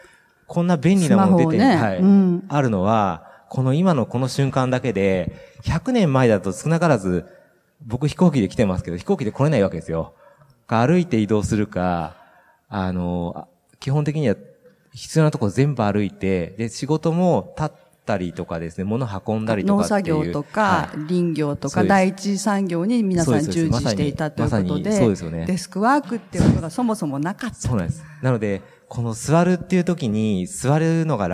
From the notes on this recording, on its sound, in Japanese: 北海道「丘のまち びえい宮様国際スキーマラソン」大会終了後公開収録にて対談をさせていただきました。